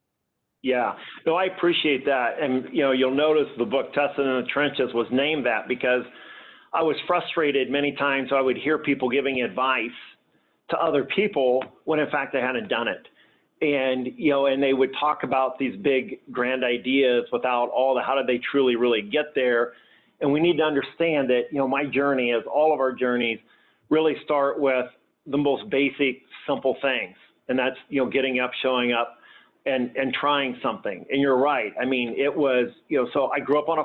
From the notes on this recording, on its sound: This conversation was originally a LIVE Q & A call